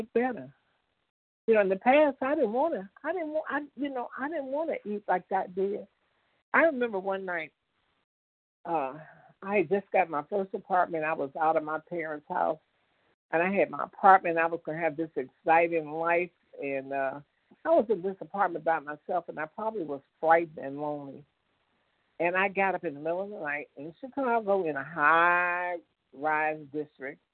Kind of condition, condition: link, phone line